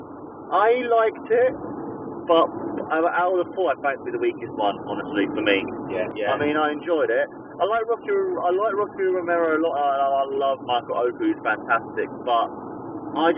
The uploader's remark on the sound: on our drive home